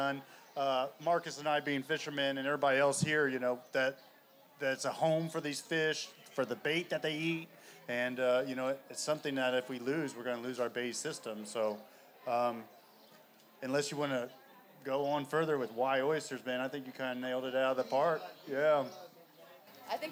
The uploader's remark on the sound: In this episode of The Gulf Stream, we took the show outdoors to record a live panel discussion during the Texas Oyster Round Up at Water Street Market.